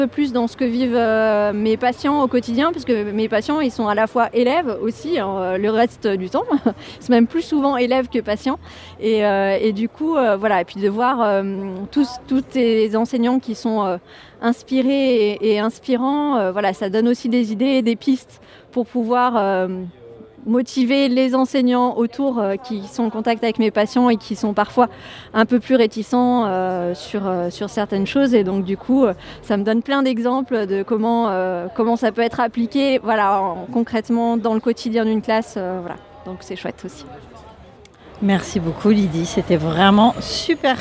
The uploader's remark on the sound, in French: une émission en direct du Collège Jean GIONO de Nice où s’est tenu le deuxième congrès des Professeurs d’Éducation Musicale Connectés